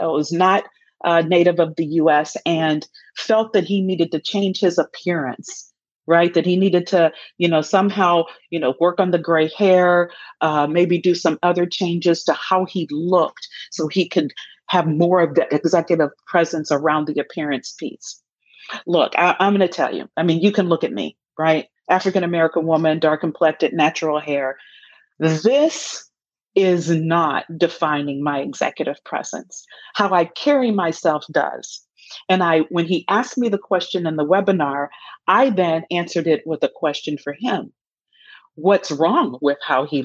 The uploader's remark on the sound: Some of the Q&As about Executive Presence that took place during a webinar with my fellow University of Michigan Ross School alums.